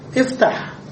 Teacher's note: كذلك إذا كان الثالث مفتوحا، افتح، من فتح يفتح، التاء مفتوحة فنكسر الألف أيضا. ننظر إلى الحرف الثالث أو من الأمر، ولكن نعد الهمزة، فتنظر إلى الثالث فتكسر الهمزة إذا كان الثالث مفتوحا أو مكسورا.